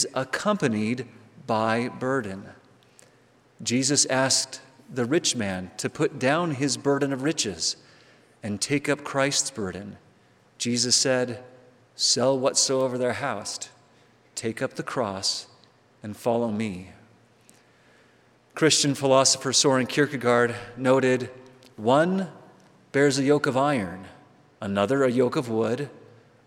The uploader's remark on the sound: On Tuesdays, we'll bring you live devotionals and forum addresses from the BYU campus.